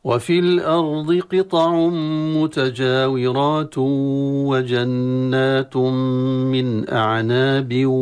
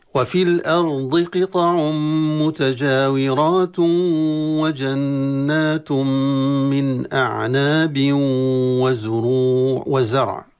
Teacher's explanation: تشديد الواو هذه علامة الإدغام، ولكن الإدغام الصحيح أن نأتي بغنة، أي بفتح الخيشوم، بحيث تكون الغنة مع الواو بشكل متساوي · Shown in: second take · إن طغت الغنة أصبح كالإخفاء، وإن طغى الواو دون بيان الغنة أصبح إدغاما تاما ليس إدغاما بغنة. · Term: الإدغام بالغنة